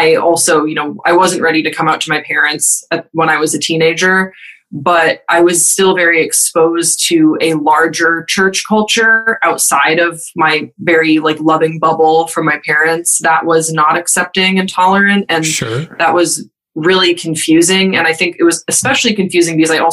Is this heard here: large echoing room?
no